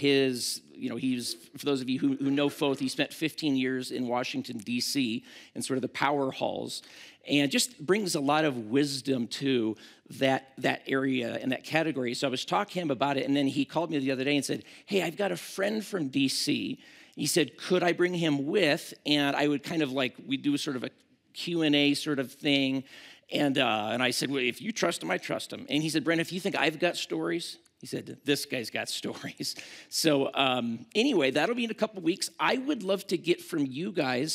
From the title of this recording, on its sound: at Timberline Church